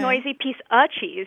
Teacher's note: You don't pronounce the of.